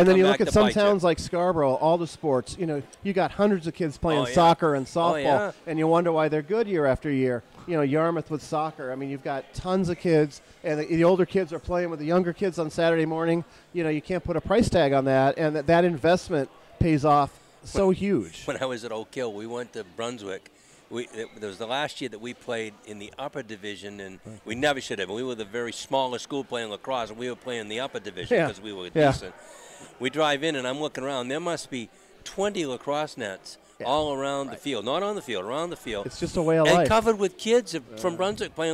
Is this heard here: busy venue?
yes